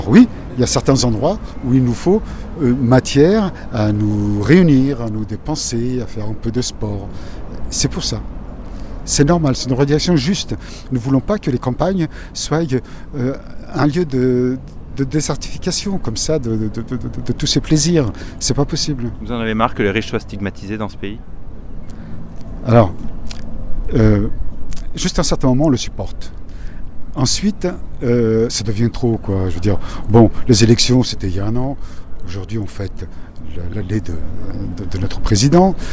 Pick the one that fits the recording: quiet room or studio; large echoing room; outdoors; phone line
outdoors